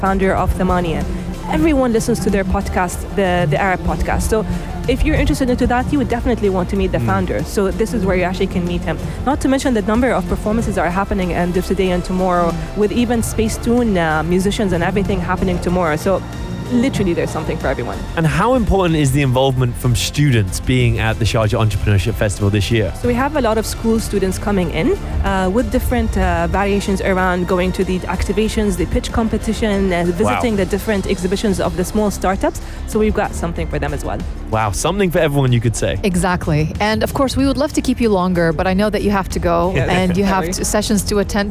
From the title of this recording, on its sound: Live from SEF 2024